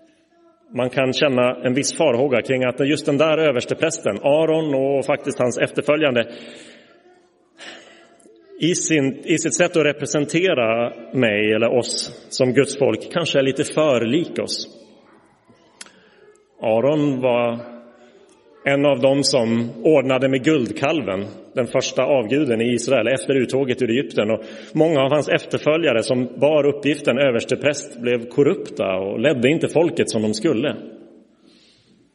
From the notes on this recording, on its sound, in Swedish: Inspelad i Roseniuskyrkan den 18 februari 2024.